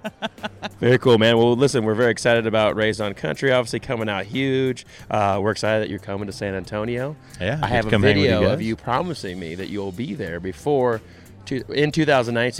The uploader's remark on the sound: live from the 2019 CMA Awards!